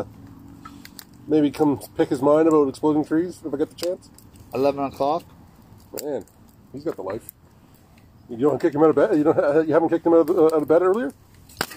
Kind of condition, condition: setting, outdoors